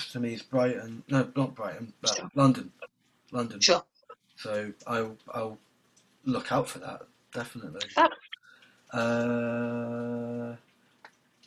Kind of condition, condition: link, video call